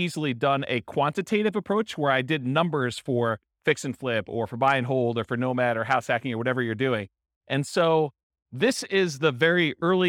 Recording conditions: live audience